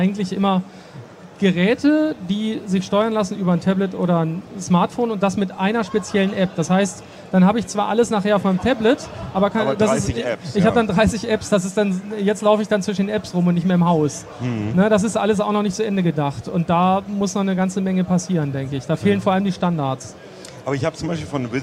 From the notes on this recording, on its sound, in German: Der Podcast wurde erstmals live ausgestrahlt - außerdem ging er zum ersten Mal nicht im Redaktionskeller über die Bühne, sondern mitten auf der IFA. Über den Heise-Messestand.